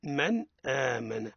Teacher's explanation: نون ساكنة غير مجردة من السكون فوق منها سكون بعدها همزة وهي حرف من حروف الحلق الست حكمها الإظهار من آمن. قال ابن جزري فعند حرف الحلق أظهر معناها إذا كان نون ساكن وإلا التنوين أتى بعده حرف من حروف الحلق الستة أظهر أظهر النون أو التنوين من غير غنة طبعا.